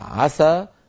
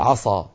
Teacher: وبدل ما يقول مثلا عسى مرققة السين يقول عصى